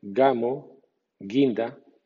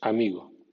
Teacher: en español hay dos sonidos de G, una cerrando la garganta, gamo, guinda, y otra no cerrando la garganta como cuando decimos amigo